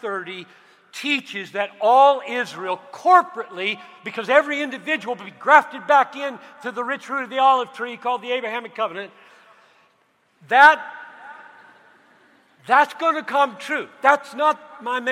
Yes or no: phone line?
no